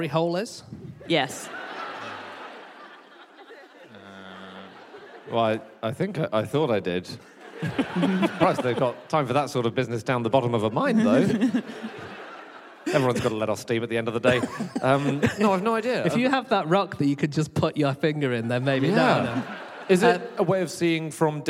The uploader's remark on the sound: Live from Bath